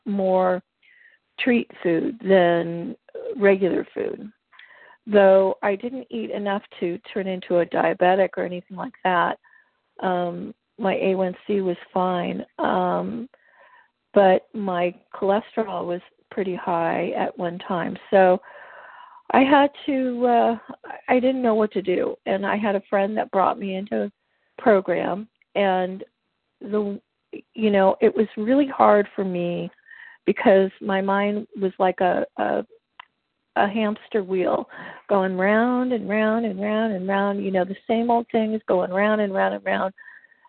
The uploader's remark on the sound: qualification from the 100 Pounders Phone Meeting